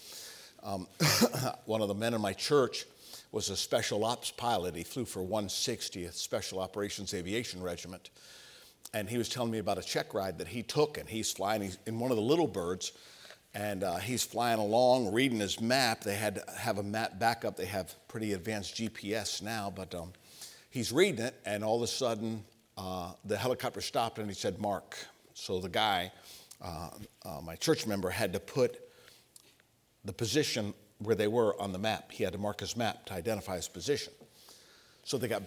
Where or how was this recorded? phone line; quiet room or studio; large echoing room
large echoing room